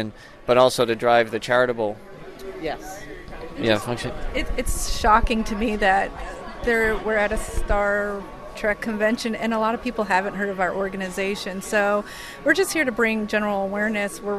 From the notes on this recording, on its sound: Northeast Trek Convention in Albany, New York. Recorded from inside the Albany Capital Center. Set up a station at a Star Trek convention and meet and greet Star Trek fans from all over.